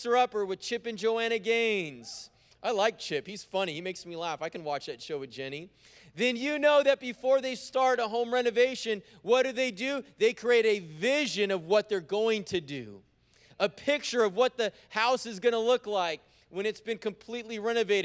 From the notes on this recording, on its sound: preached on January 30th at the 11:30AM service